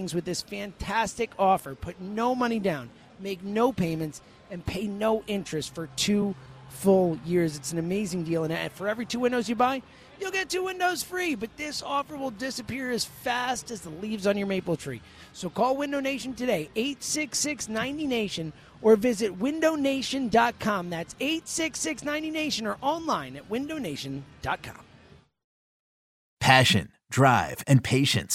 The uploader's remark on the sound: live at Parx Casino